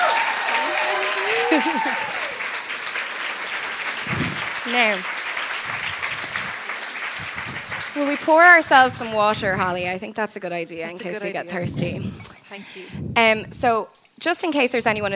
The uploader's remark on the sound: At my live show in the Sugar Club.